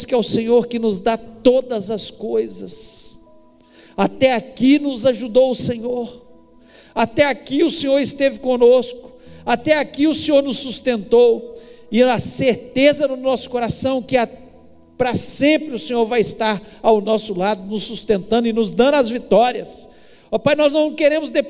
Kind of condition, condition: setting, large echoing room